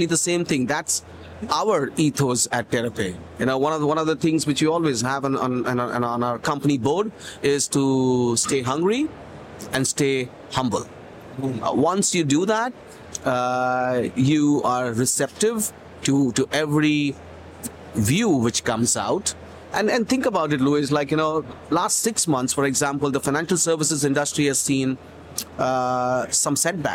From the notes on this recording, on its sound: LIVE FROM MONEY 20/20 EUROPE.